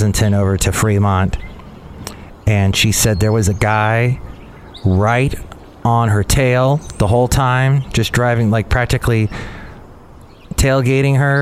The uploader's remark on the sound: podcasts live from Café Anyway